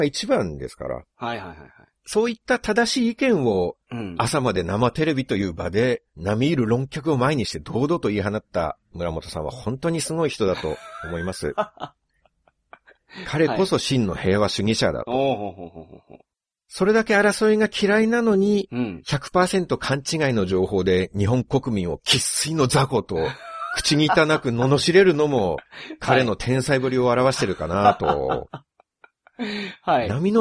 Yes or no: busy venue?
no